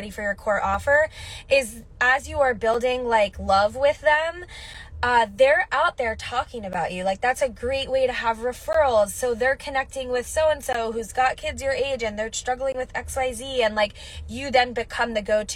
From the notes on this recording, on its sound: Quick solo mini-episode from my car! I did an IG Live and wanted to share it here on the podcast.